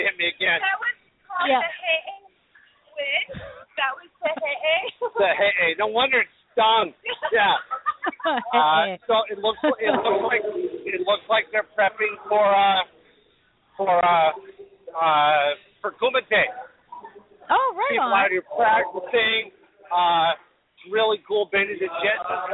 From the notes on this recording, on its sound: Broadcasting live from Bob White Invitational. Broadcasting live from the Bob White Invitation tournament!